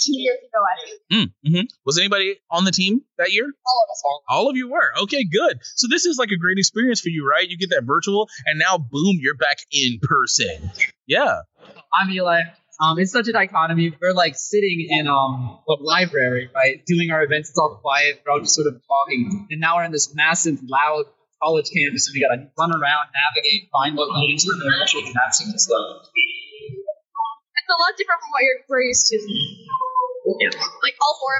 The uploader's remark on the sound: LIVE from the 2023 NC Science Olympiad State Tournament. From the floor of Reynolds Coliseum.